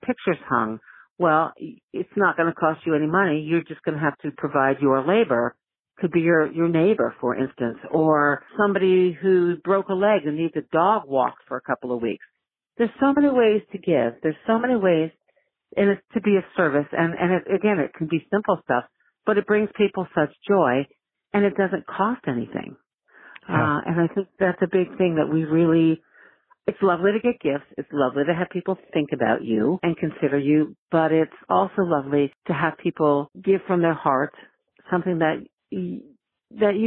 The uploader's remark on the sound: I have a phone interview